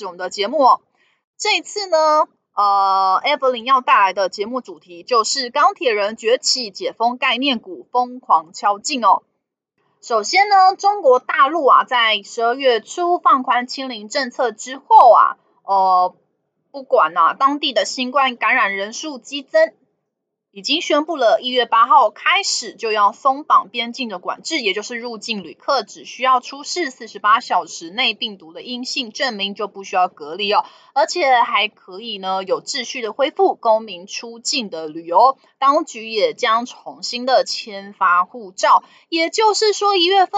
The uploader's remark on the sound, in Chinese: 本集有些許雜音，已亟力避免，如有察覺請多多包涵